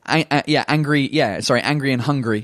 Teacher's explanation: Like the lack of H, the fact that French people don't pronounce the English H